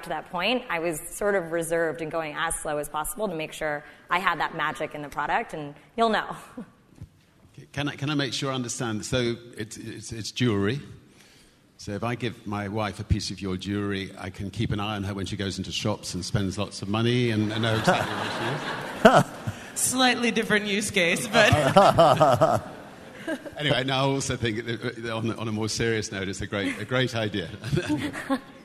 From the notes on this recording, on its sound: In this special episode, we broadcast an interview that took place in October at the 2016 Forbes 30 Under 30 summit. Answer questions from the audience.